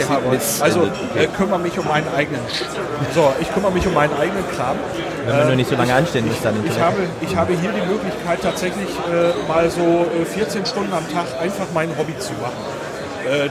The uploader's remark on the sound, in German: Der Sendegarten ist “vor Ort” beim Chaos Communication Congress 2017 in Leipzig. Hatten wir unseren Recorder angeworfen und Gäste in den mobilen Sendegarten eingeladen.